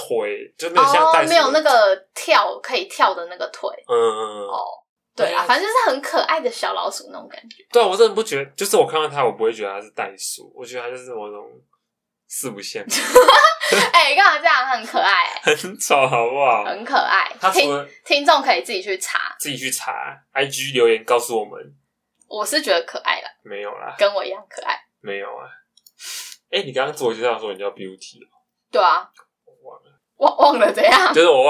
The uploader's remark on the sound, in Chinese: 本集麥克風收音有點nono，請大家見諒，我們正致力於優化錄音品質。